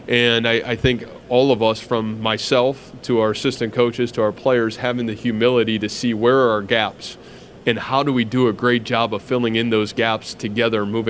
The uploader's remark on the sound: press conference at Big 12 Football Media Days